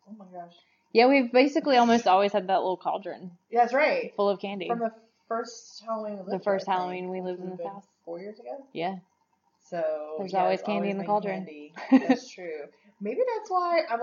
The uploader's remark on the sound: Excuse the audio this week. We're working on getting a better program for recording while we're together.